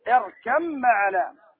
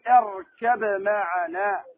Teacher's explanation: اركم معنا، قول نوح عليه الصلاة والسلام لابنه اركم معنا، ما تقول اركب معنا، ما تنطق الباء. هنا الباء أدغمت في الميم · Shown in: first take